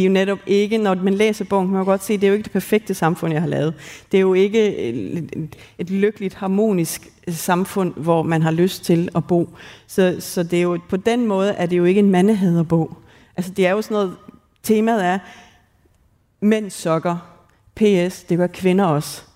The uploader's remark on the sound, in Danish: Live-special fra Ordkraft. Som er optaget på litteraturfestivalen Ordkraft i Aalborg.